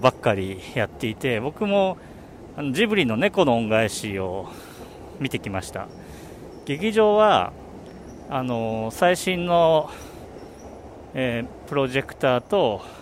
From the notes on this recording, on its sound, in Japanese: お散歩収録。夜の新宿を歩きながら収録しました。